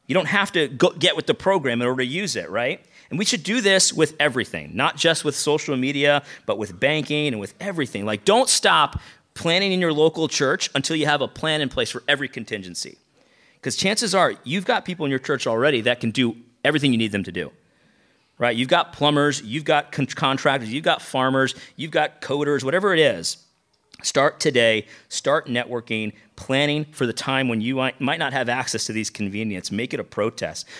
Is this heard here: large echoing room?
yes